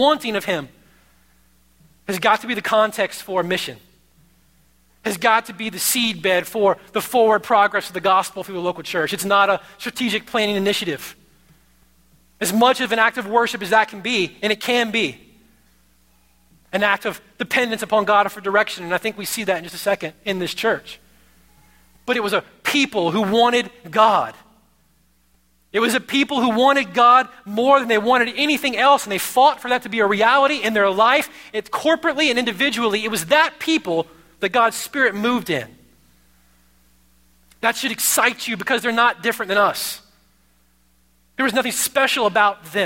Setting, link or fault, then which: setting, large echoing room